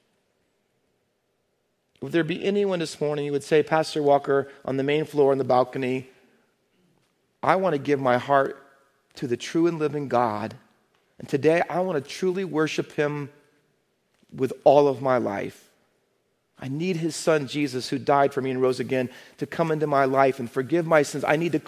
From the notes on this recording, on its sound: Faith Baptist Church in Hamilton, NJ.